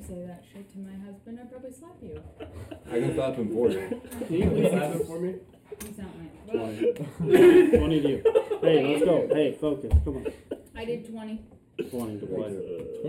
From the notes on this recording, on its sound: The audio is dialed back a bit